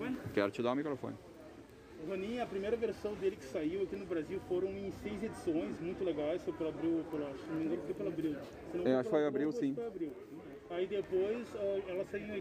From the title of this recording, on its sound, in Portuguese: direto da feira do livro de santa maria 2021